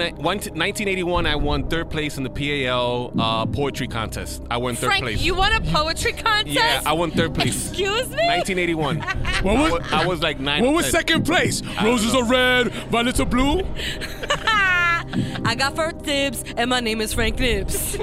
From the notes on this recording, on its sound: exclusive on-the-scene interviews recorded live at the Tecla Awards at Hispanicize